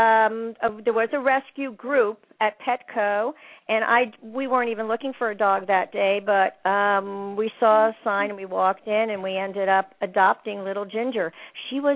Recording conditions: phone line